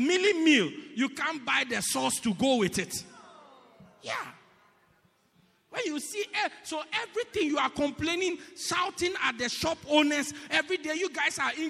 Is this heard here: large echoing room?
yes